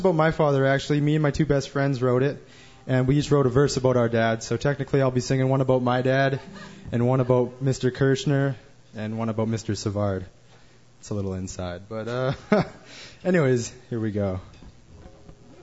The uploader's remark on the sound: Alley Kat Songwriter's Stage. An absolutely incredible display of talent with an amazingly appreciative and supportive audience.